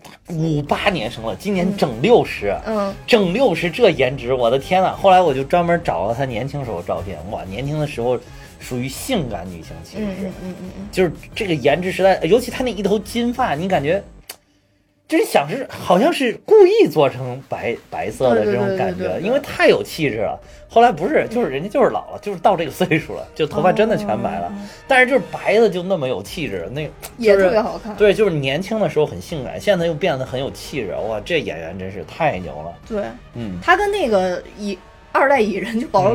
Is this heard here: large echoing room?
no